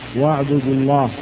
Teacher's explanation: فإن الاسم الأحسن الله تقدمته هنا ضمة أوجبت تفخيمة، وهذه الضمة هي أثر واو الجماعة التي سكنت فيها الكلمة.